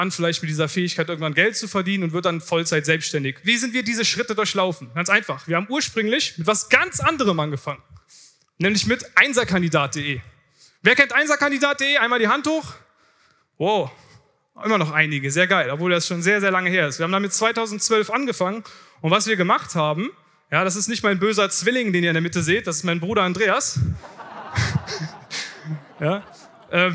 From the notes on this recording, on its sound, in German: Vortrag von der diesjährigen Founder Summit